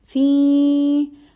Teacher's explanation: this fi is 4 to 5 haraka long as it is followed by hamza, so this is madde wajib munfasil.